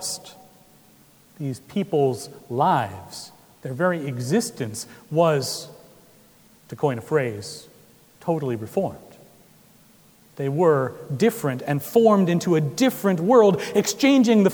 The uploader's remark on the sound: Recorded October 30, 2016 at Trinity Presbyterian Church in Bixby, Okla.